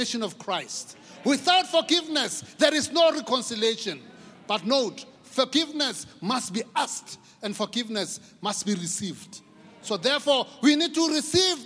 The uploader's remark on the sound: preached by our Grace Bible Church Pastors at the Good Friday Celebration 2022, hosted at Grace Bible Church Pimville